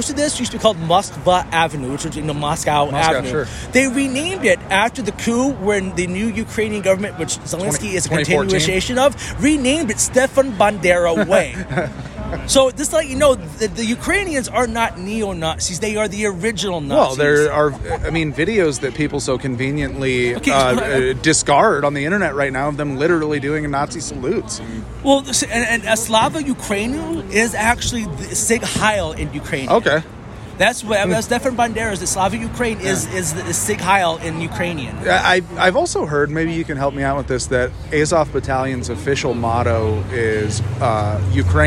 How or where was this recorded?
busy venue